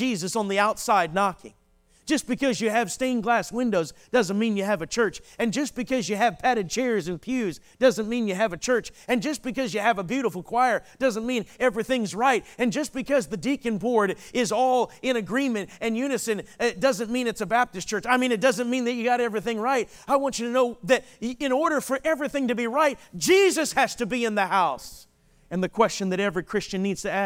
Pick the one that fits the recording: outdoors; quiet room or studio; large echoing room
large echoing room